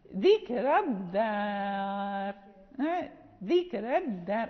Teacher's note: يعني الراء مرققة وصلا ووقفا